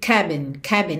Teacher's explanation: você junta ali meio que num som só, como se você não falasse o G de log, porque você já vai ter o C, ok? Cabin, cabin.